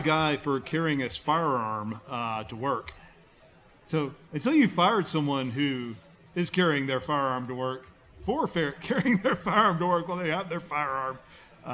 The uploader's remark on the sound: We’re still at Twisted Pine. Taking questions on a number of topics from our live audience of Leeds School of Business MBA students.